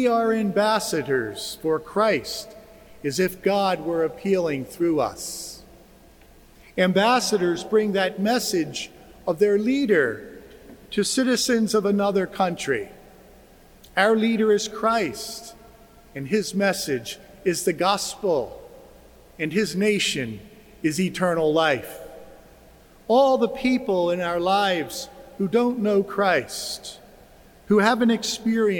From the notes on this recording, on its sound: Joseph Cathedral. This recording is of the homily he delivered during Mass. It was spoken just before the distribution of ashes.